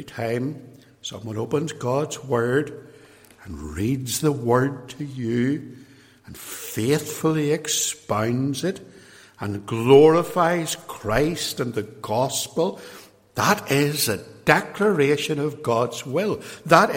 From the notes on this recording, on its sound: This episode is an extract from a sermon preached at Templepatrick Reformed Church, Northern Ireland.